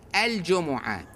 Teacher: إذا نودي للصلاة من يوم الجمعة، كثير من الناس يقول من يوم الجمعة، يطير اللام، مع أن الجيم حرف قمري يكون اللام تظهر وياه